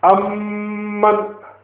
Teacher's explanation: The inner nose, the inner portion of the nose. And that's where the gunna comes out from. So, amman. Just close your nose and try to do it.